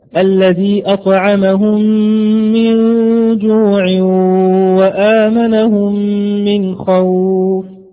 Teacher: ولا مد في اللين وصلا · Term: مد اللين